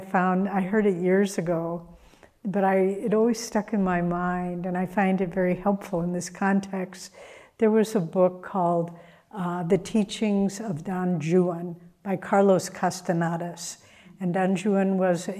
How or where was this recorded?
large echoing room